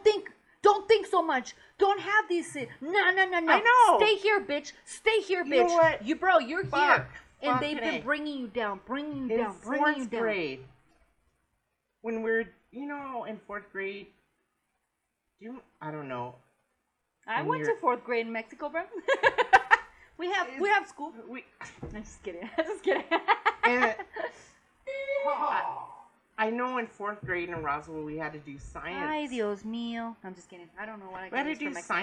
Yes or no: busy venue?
no